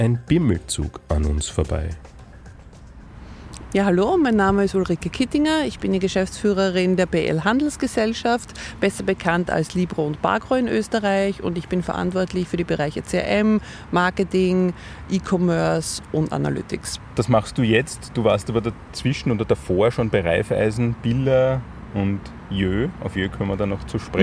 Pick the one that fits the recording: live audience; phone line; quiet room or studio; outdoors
outdoors